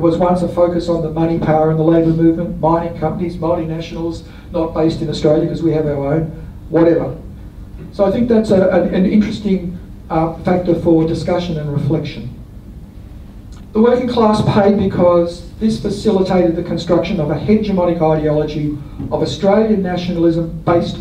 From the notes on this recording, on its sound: This talk was delivered as the Brisbane Labour History Society's Alex Macdonald Memorial Lecture 2023.